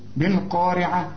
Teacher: القاف دي أعلى درجات التفخيم، والراء هنا مرققة لأنها مكسورة